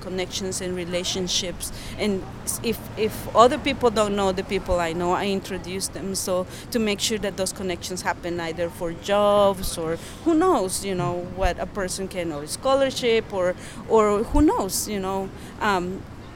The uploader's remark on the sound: Conversation recorded in the streets of Downtown Holyoke.